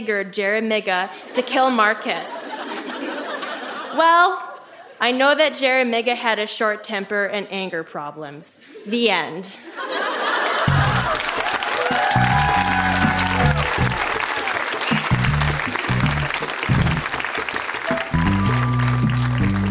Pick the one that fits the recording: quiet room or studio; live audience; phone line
live audience